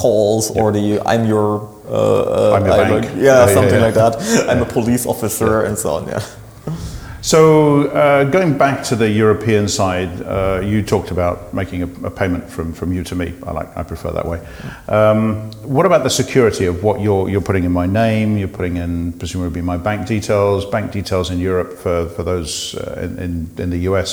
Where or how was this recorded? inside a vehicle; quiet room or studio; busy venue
busy venue